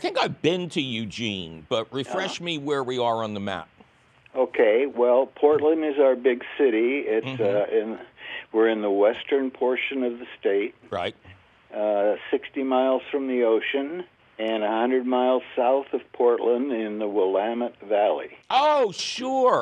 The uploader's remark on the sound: Otherwise, its a fabulous phone call question show, cats, and kittens!